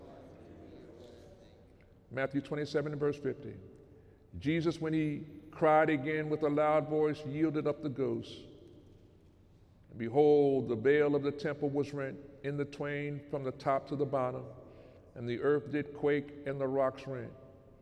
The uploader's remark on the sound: During Sunday morning service on December 23, 2018